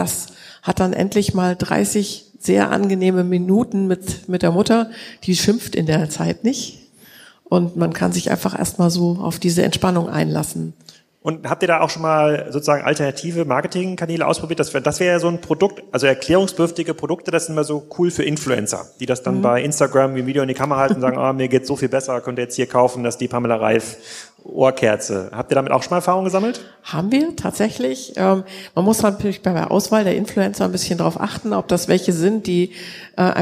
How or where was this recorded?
live audience